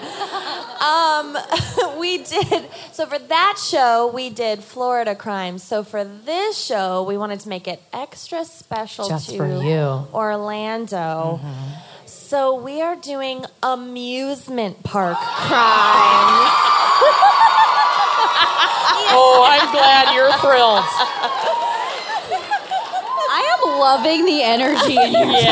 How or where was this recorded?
live audience